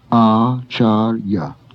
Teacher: The next word has two long A's and a final short A, acharya, teacher.